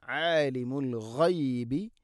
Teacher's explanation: ഇല്ലാഹു ആലിമുൽ ഗൈബി, ആലിം ഐൻ തൊണ്ടയുടെ മധ്യഭാഗം, ആലിമുൽ ഗൈബി അൽ ഗൈബ് ഗൈൻ, ആലിമുൽ ഗൈബി ഗൈൻ തൊണ്ടയുടെ മുഗൾ ഭാഗമാണ്